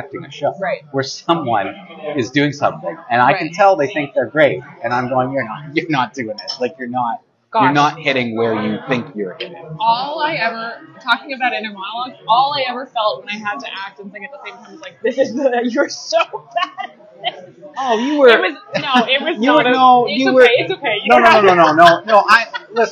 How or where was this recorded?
busy venue